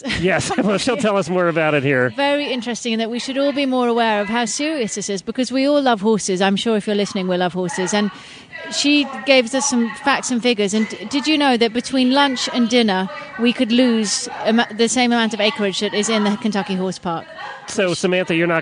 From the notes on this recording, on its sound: On Location at John Henry Memorial Adoption Fair. Stable Scoop was on location at the John Henry Memorial Adoption Fair at the Kentucky Horse Park over the weekend and what a fun event it was. Enjoy the flavor of the Kentucky Horse Park on a hot summer night.